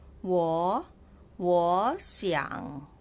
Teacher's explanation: So I changed the word 我 to second tone